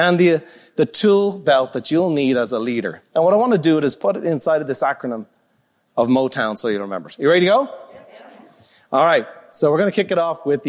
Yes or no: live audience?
yes